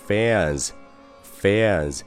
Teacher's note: 那首先中间是一个大口的，啊，嘴巴要张大一些。那后面是一个字母 n，是一个前鼻音，所以说它会影响到前面这个 a 的发音。那么这个 a 的后面要跟一个小的 e 的感觉，air，air。那后面的字母 s 是一个很小的浊辅音，所以说整个词读下来就是 fans，fans。所以说以后千万不要读成 fans 了。诶，但事实上，你作为一位忠实的女粉丝，除了 fans 这个词之外，你还需要知道一个很地道的俚语表达，groupieG R O U P